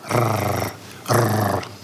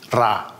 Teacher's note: a rolled R, similar to what a purring cat could make